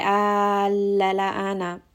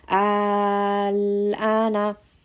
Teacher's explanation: So we're not going to say al-la-la-ana. So you're not saying lam twice, just once. · Shown in: second take · It only has sukoon.